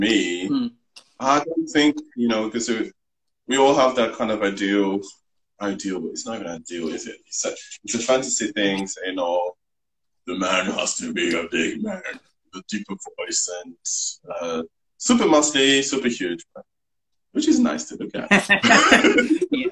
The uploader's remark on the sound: Recorded on 18 July 2020 on Instagram Live